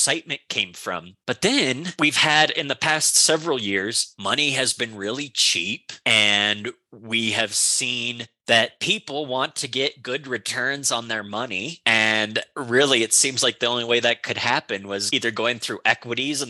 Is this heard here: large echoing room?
no